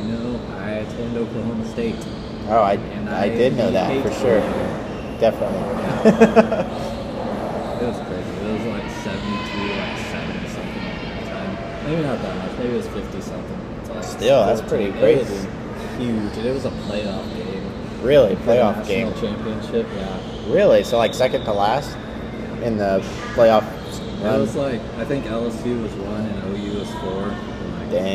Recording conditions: phone or laptop microphone